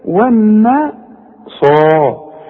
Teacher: الصاد بقى من اعلى درجات التفخيم لانها بعدها الف